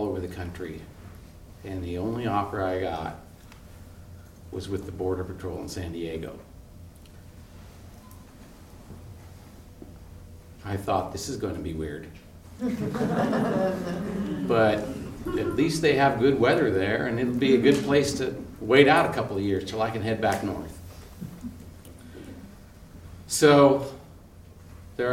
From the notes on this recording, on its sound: Live on stage at the Columbia Center for the Arts in Hood River for live storytelling with Portland Story Theater.